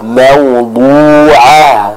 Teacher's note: Kita baca dengan tebal mengucapkan huruf dad tersebut.